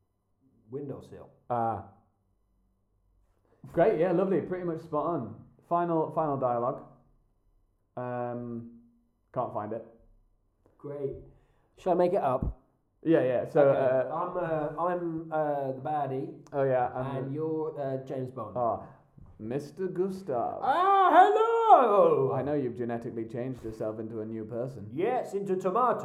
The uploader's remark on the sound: The sound quality is poor.